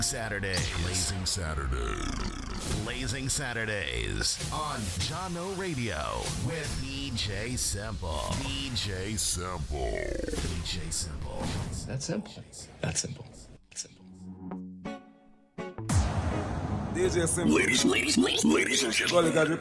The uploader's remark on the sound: Live audio recording. Jahkno Radio.